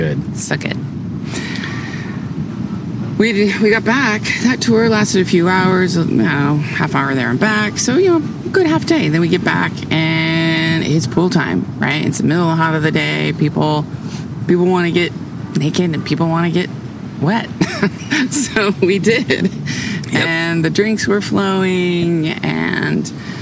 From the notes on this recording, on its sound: They are currently at Hotel Jaco in Jako, sitting outside the bar on a picnic table with a view of the ocean.